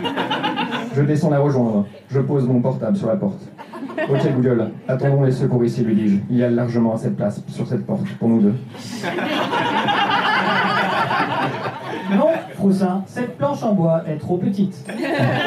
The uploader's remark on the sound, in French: Enregistré en direct et en public au Dimanche Marrant.